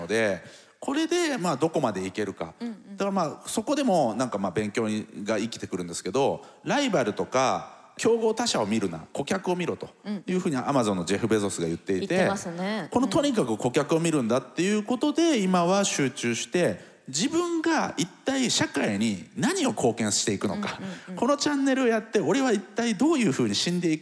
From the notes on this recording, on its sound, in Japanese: TOKYO FMの番組「マスメディアン 妄想の泉」。番組初となる公開収録の後編をお届けしました。